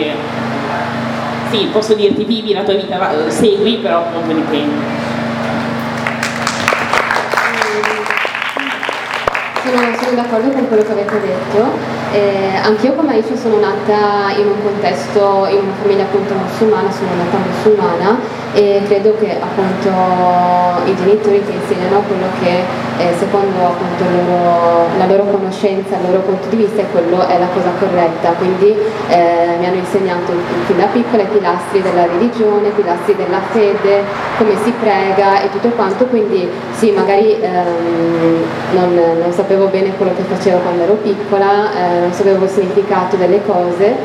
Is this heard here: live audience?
yes